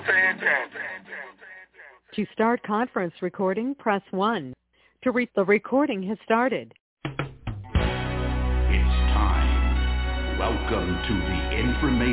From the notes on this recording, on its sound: Conference Call